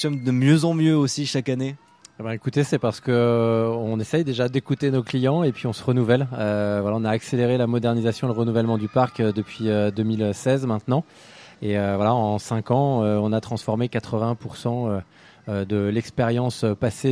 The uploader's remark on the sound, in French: En Direct de Walibi Rhône-Alpes